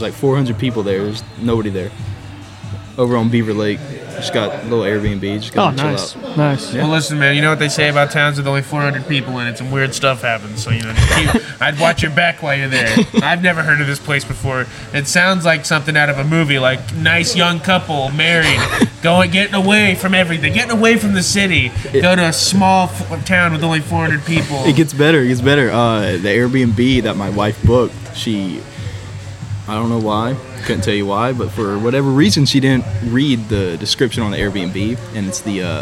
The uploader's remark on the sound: LIVE FROM THE AXL BARBER SHOP!